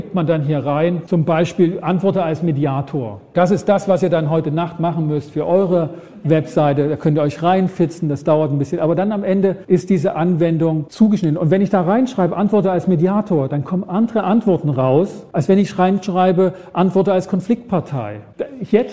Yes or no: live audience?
yes